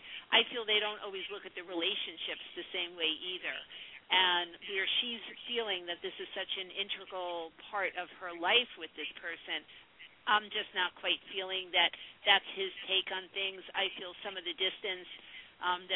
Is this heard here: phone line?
yes